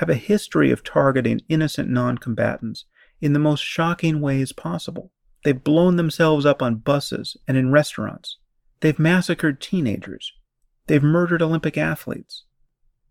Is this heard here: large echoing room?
no